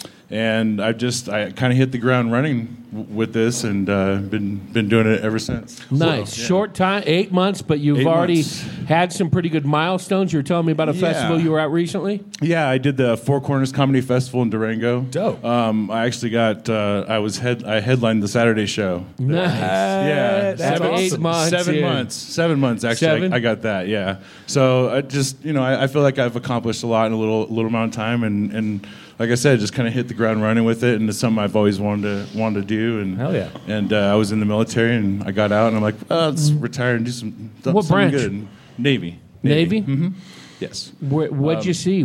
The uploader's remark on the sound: LIVE at the Green Room Flagstaff for The Big Pine Comedy Festival. Live From Big Pine. LIVE at the Green Room Flagstaff for The Big Pine Comedy Festival.